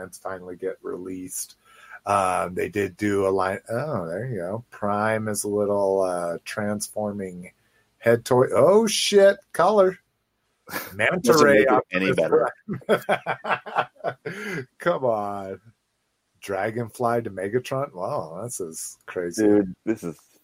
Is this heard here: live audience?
no